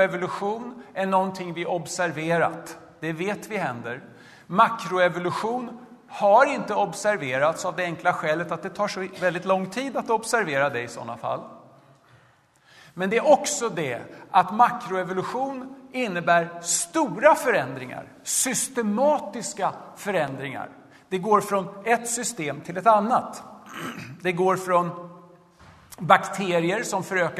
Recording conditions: large echoing room